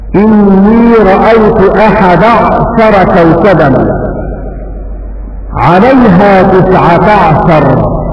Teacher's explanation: سكن العين من كلمة عشر إذا رتبت مع الثلاثة أو التسعة أو الأحد عشر